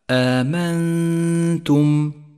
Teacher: هذه الغنة يشترك فيها الخيشوم ومخرج التاء متجافيا عنه قليلا، أي هكذا آمنتم، وهي غنة مرققة لأن حرف التاء مرقق، والغنة تتبع ما بعدها في الترقيق والتفخيم.